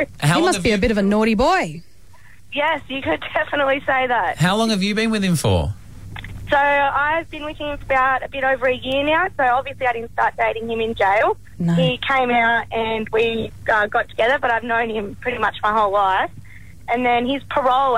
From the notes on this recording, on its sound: phones another florist